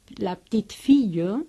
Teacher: una E en medio de palabra que apenas se oye · Term: E caduca